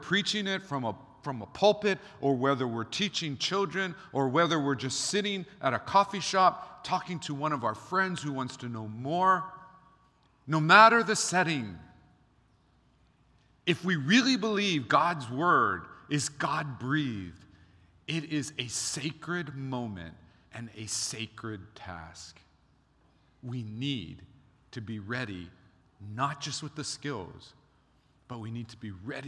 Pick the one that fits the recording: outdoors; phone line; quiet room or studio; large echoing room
large echoing room